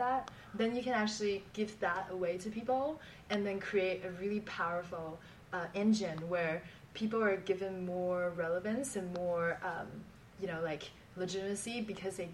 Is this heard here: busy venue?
yes